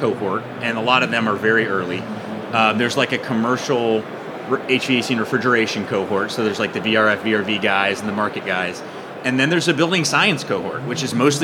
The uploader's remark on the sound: Live from AHR Expo in Chicago